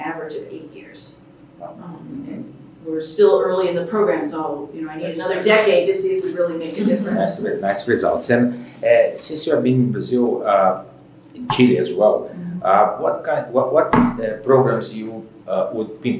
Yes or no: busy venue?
yes